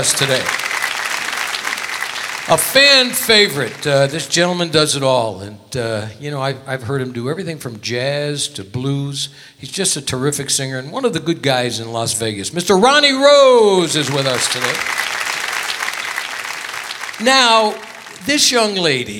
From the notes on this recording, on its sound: Live at the SouthPoint Casino